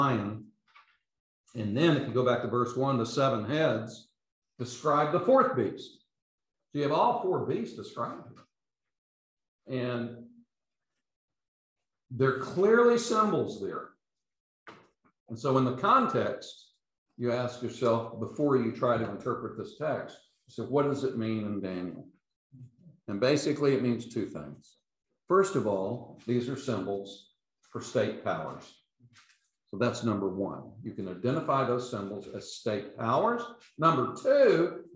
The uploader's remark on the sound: These podcasts are the recordings of the lectures.